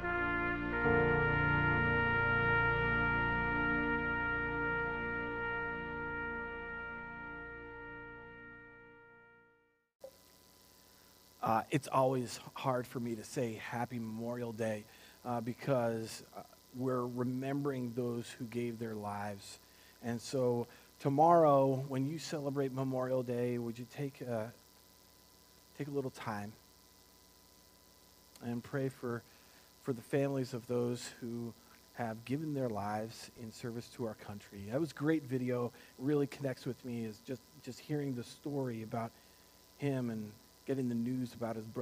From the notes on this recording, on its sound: Recorded on May 24th, 2020 at Word of Life Church in Le Sueur, MN. WHOLE SERVICE AUDIO.